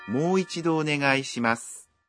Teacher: Khi nói mô thì nguyên âm ô được phát âm dài ra một nhịp.